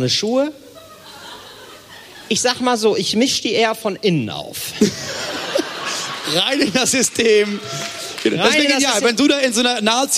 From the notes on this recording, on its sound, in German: Live vom Podcastfestival Hamburg.